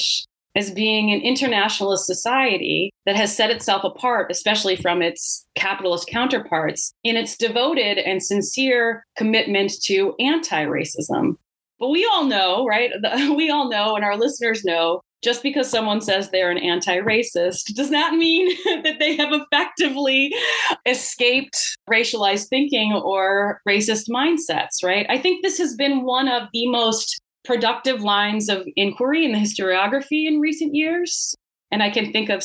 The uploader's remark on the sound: This episode was recorded on October 31st, 2022 via Zoom.